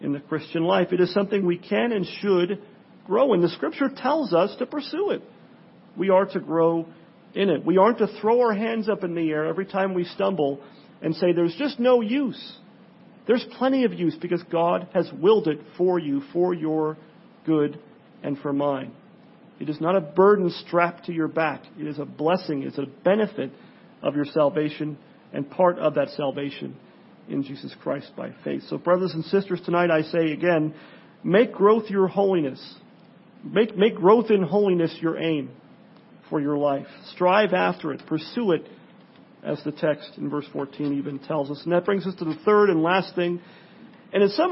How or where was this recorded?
large echoing room